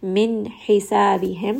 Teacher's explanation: ha is going to be from the middle of the throat